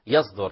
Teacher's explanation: الصاد والزاي والسين من مخرج طرف اللسان